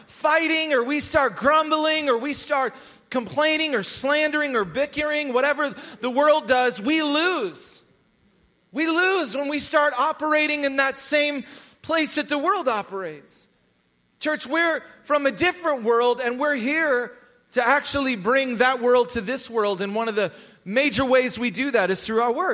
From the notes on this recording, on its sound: Recorded live at Hope Church in Springfield, Mo.